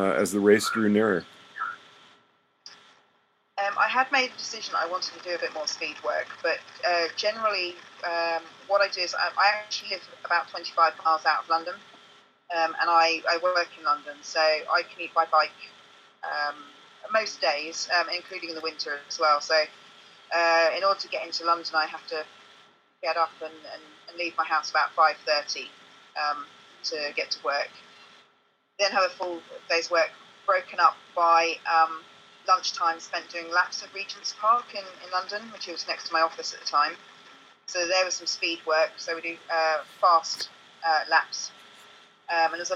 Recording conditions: phone line